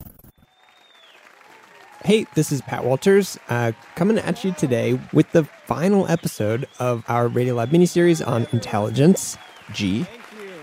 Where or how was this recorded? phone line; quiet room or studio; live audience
live audience